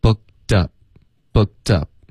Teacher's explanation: 连续两个爆破音的时候呢，一般美式发音，然后英式发音这方面是一致的，就会把第一个爆破音给省了